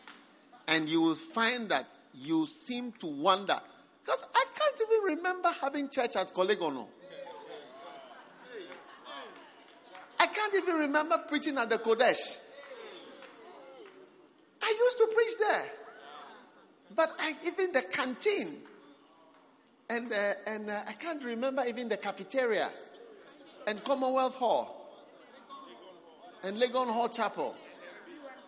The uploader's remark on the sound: Preached at the Christmas Service, First Love Center.